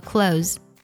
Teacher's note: 所以呢老外也经常呢会把 th 音省掉，直接读作了 close